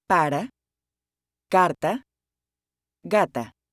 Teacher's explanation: Pronounced like the A in father, but short and tense.